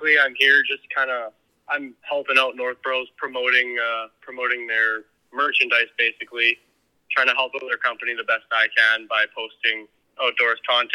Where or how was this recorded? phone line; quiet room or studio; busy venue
phone line